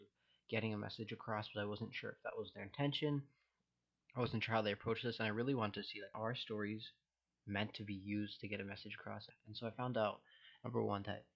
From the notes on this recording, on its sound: Sorry for the mic quality, better one on the way.